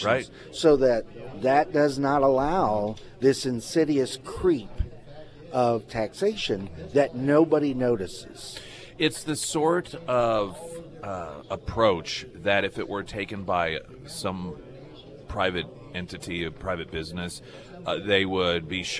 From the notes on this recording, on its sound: live at Scramblers Diner